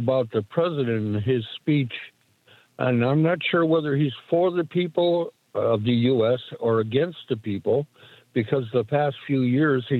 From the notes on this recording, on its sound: we take your calls in open phones across America